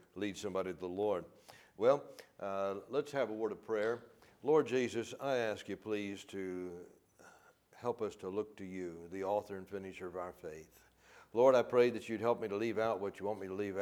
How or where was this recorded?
large echoing room